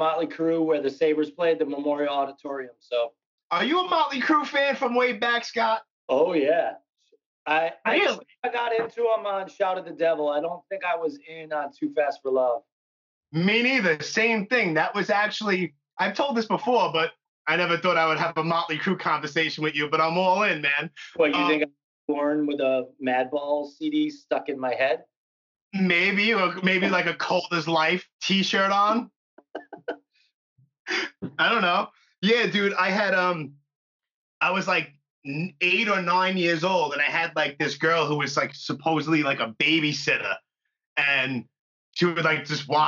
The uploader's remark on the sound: In the meantime, we did an episode via Skype.